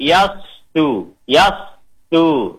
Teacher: Dia menyambung, namanya sifatnya rokhawa.